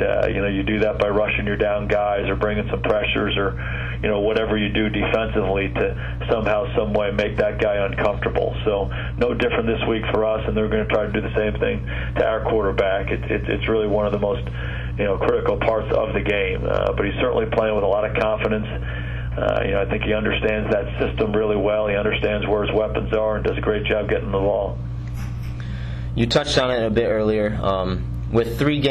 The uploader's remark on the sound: Opponent Conference Call. Dallas Cowboys Head Coach Speaks with the New York Media.